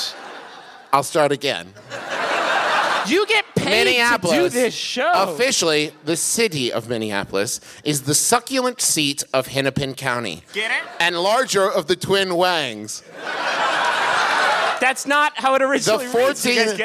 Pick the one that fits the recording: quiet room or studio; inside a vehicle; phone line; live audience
live audience